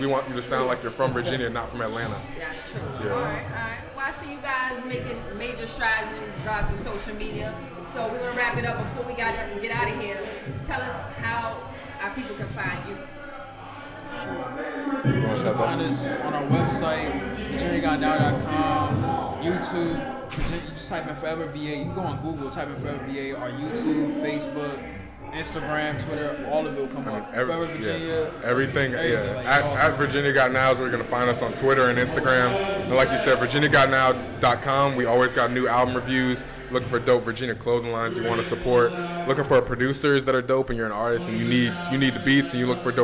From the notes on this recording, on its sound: Live From The Packed House Tour 3.26.2017. For the first time ever, we are podcasting is live on location at the Packed House Tour.